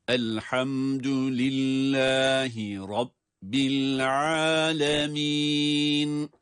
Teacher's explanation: Elhamdülillahi Rabbil alemin derken, elhamdü dal incedir.